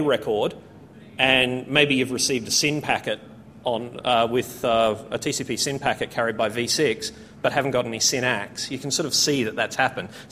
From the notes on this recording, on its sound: A full presentation recorded at the AusCERT conference.